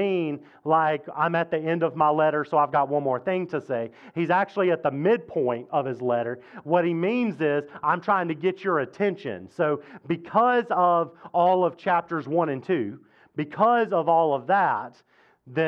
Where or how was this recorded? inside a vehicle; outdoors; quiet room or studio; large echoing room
large echoing room